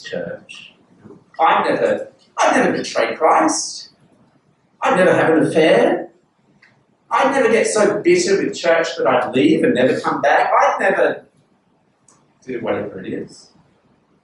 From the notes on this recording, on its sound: This sermon was preached at Covenant Grace Church, Penang on 15th May 2022.